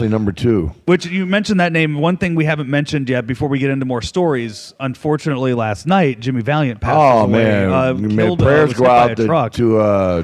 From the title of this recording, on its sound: Live from New Orleans, WrestleMania 34